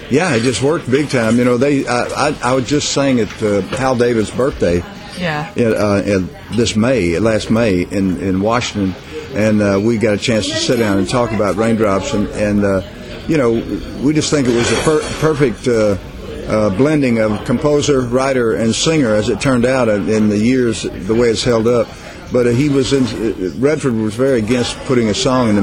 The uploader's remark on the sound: recorded in 2010 from the famed restaurant Lindy's in New York City